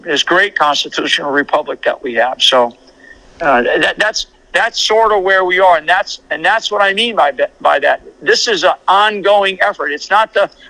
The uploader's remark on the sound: Phone interview. AUDIO CREDIT TO WVW-TV.